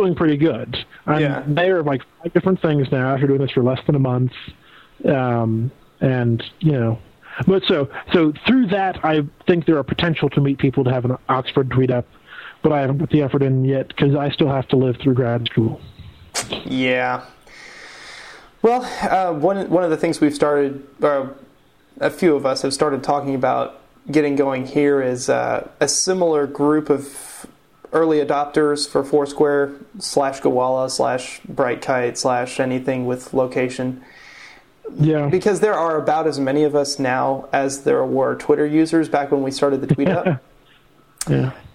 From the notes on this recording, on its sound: We had live Skype callers on the show once again